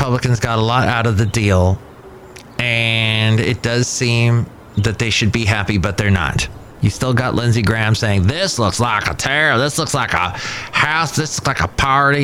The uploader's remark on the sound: podcasts live from Café Anyway